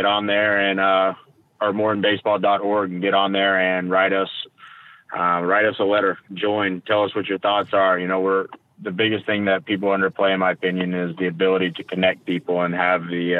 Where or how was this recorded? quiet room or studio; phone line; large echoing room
phone line